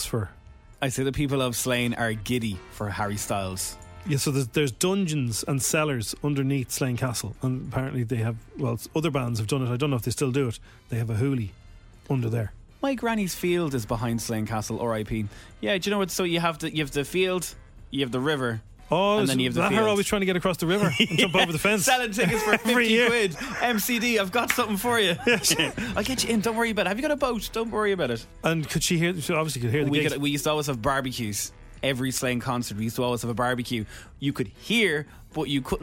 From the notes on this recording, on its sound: He called in for a chat!